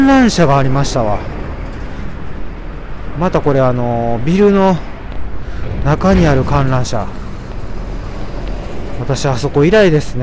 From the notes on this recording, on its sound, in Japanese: 天文館という歌舞伎町のような夜の街を歩きながらお届けします。